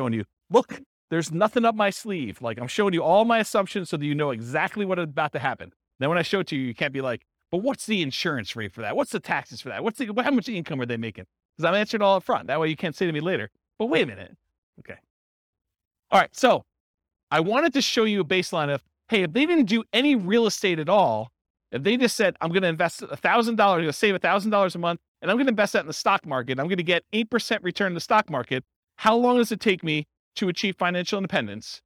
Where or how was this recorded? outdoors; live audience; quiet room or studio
live audience